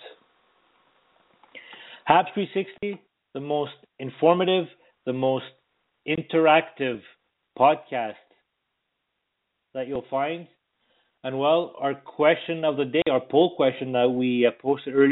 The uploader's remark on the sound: we take your phone calls